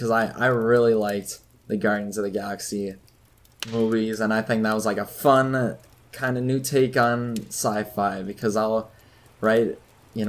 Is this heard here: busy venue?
no